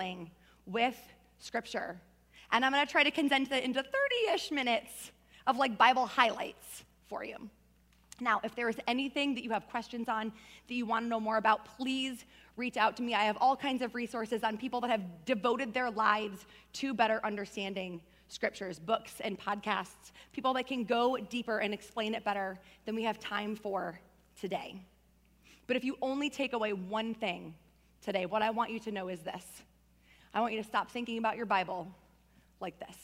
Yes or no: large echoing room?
yes